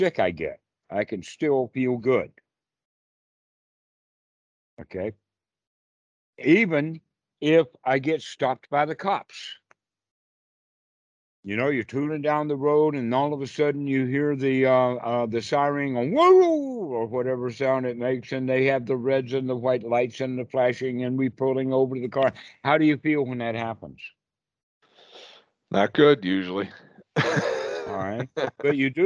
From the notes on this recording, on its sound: skype calls on this channel